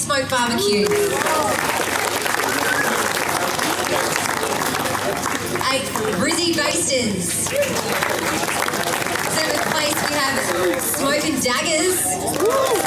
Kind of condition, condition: setting, busy venue